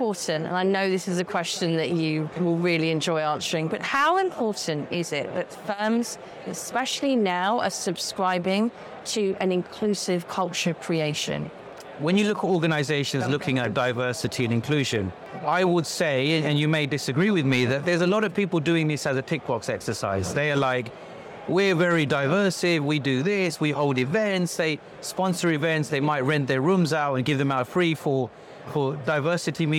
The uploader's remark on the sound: live from FinTech Connect 2022